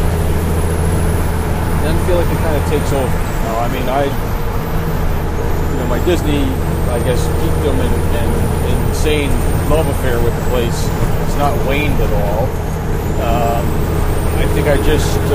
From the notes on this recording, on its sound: Recorded while driving on the highway in a dump truck! We apologise for the excessive background noise in some parts.